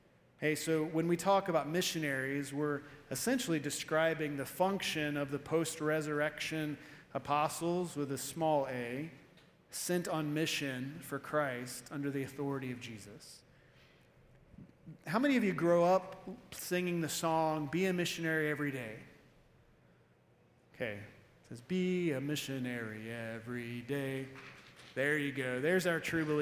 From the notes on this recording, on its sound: Evening Service-Missions Conference